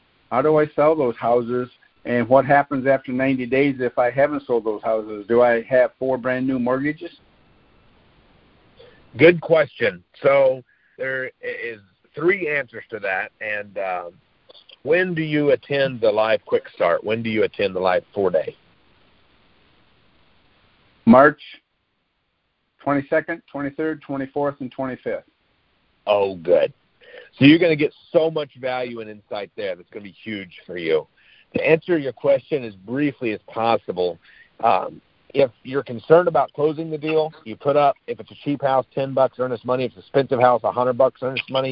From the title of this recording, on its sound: Gold Club Q&A Call